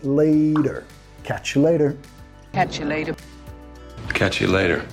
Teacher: con la re suave de español ahí